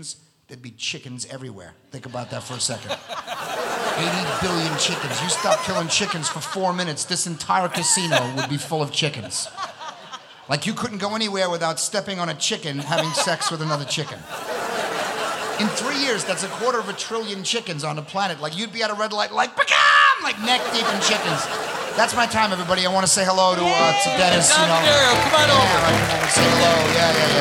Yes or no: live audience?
yes